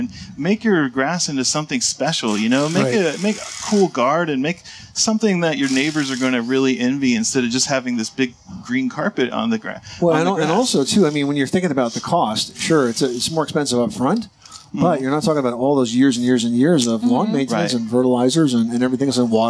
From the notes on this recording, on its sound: Live from the 2018 National Hardware Show